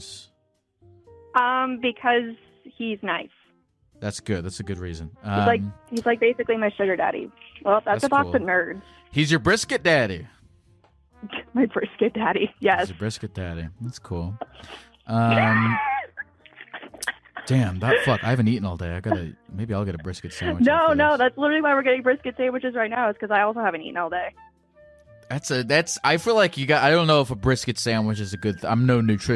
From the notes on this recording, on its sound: A caller kills time waiting for food